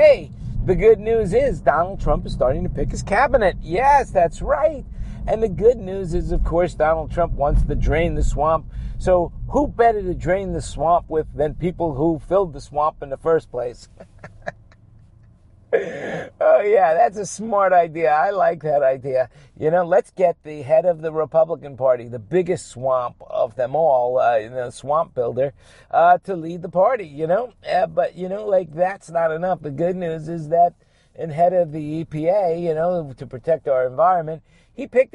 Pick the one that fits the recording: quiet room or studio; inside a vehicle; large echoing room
inside a vehicle